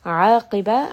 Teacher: It is going to be from the middle of the throat, so make sure there is a little bit of constriction as you say this letter. قاف is going to be heavy, part of غصة ضغط كلف، permanently heavy letters.